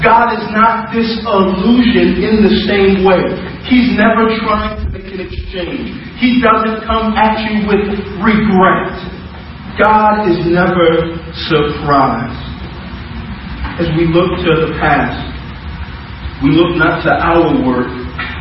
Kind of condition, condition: fault, poor sound quality